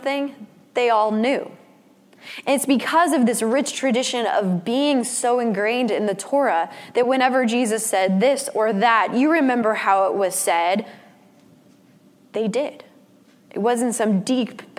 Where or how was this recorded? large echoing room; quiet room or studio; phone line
large echoing room